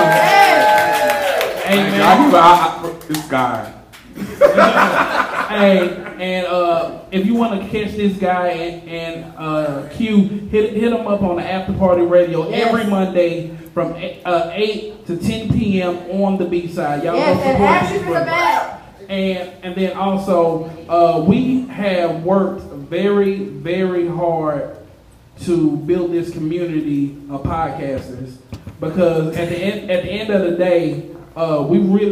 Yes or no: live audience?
yes